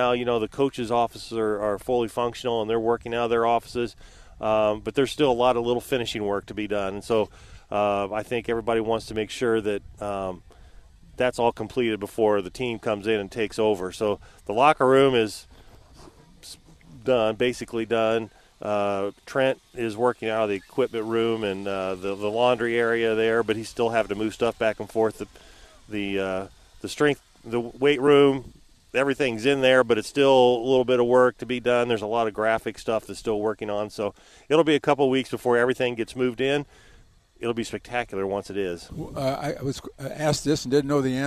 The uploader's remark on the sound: Live from Illini football practice.